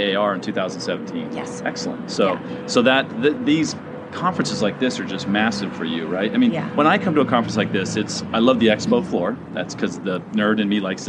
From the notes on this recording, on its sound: This was my first remote episode. Sat on a balcony at the San Diego Convention Center during the 2015 NAR Annual Conference. If you listen closely, you can hear the clang clang of the trolley!